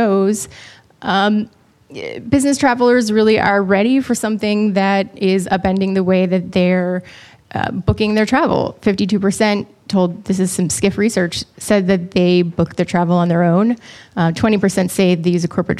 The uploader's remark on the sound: with audio from one of our annual Megatrends events